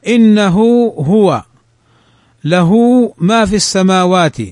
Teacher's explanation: هذه الصلة الصغرى تمد مدا طبيعيا حركتين